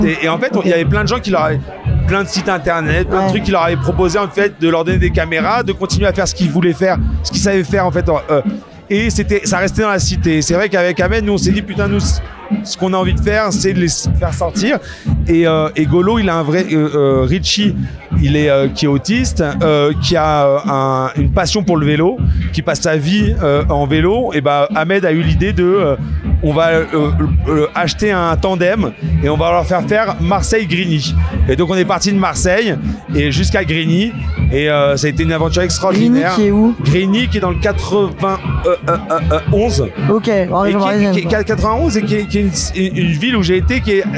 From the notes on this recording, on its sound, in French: Il est venu raconter son parcours en pleine contre-soirée au festival de l'Alpe d'Huez. Au chalet.